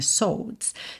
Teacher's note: como se fosse um S, O bem longo, meio fechado e DS já